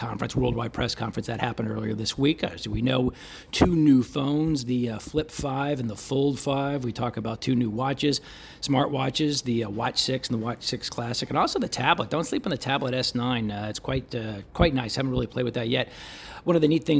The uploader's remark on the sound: Live From Seoul Korea At Samsung Unpacked 2023